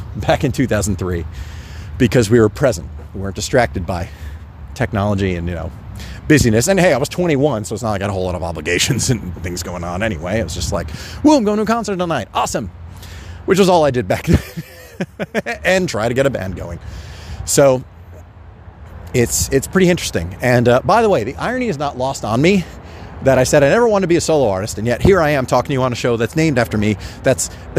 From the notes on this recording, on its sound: Speaks directly into his phone while walking the streets of New York City, where it all happened.